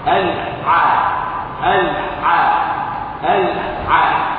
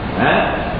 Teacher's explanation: أما الحاء فبها بحة، يعني يعني يخرج معها لواء عند النطق بها، ها يخرج معها ايه الهواء، فهو حرف مهموس، فهو حرف ايه مهموس، يخرج عندما اقول مهموس اذ يجري معه النفس، عندما اقول مجهور ينحبس عنده النفس، فالعين ينحبس عندها النفس، والحاء يجري معها النفس